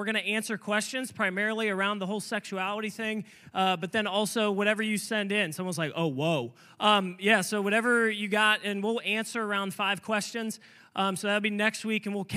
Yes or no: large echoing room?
yes